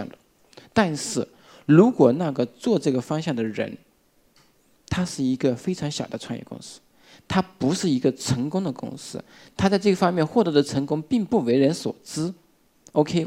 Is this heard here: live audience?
yes